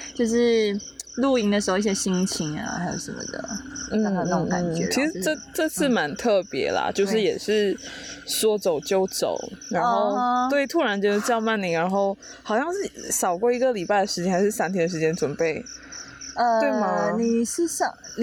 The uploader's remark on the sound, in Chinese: 那天的野外录音。我们在去露营的行程里，就在帐篷外面，架起麦克风就这么录音了。大家有没有听到很疗愈的大自然背景音呢。很好听的大自然ASMR就是我们这一集的背景音乐。非常的舒服，在野外徐徐凉风，还有满天的星空底下录音，真的是很特别的一个经历。